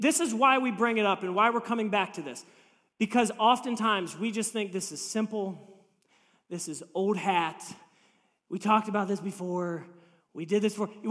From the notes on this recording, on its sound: This message was preached on March 26, 2023 at FIVE39 Church.